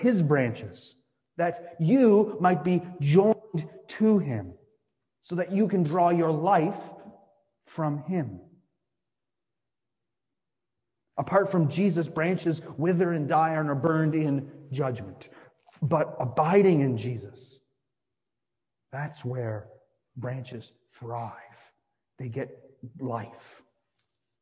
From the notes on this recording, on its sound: Sermon delivered on Midweek Vespers for the First Week in Advent.